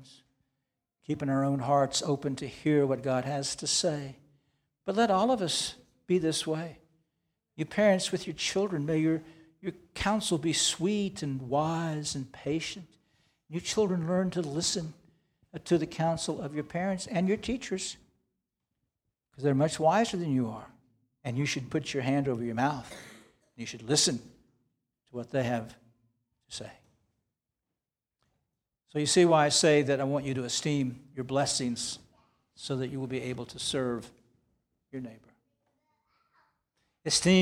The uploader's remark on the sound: This sermon was preached on September 10, 2023 at Antioch Presbyterian Church, a mission work of Calvary Presbytery of the Presbyterian Church in America located in Woodruff, South Carolina.